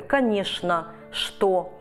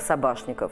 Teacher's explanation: До этого времени подобные фамилии могли писаться как через ЧН, так и через ШН, поскольку орфоэпия, произношение русское, предполагает произношение во многих случаях Ш вместо Ч